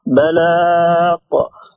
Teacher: خرجت مخرج القاف يعني الغين خرجت مخرج القاف سمعت فيها قلقلة